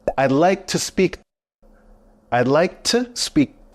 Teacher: the word to is cut short and sounds more like t.